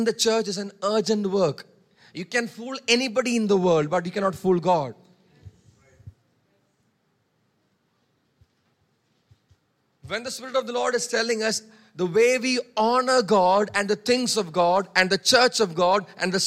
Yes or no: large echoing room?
yes